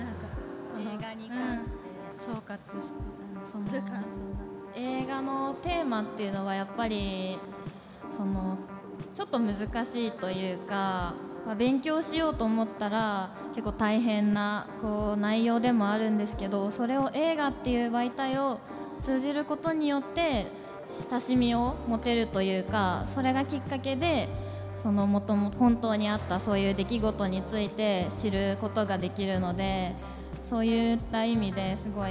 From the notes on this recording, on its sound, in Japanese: 富山まちなか学生EXPO 2023・公開収録。慣れない公開収録に加えて緊張と感動でドキドキしまくりでしたが。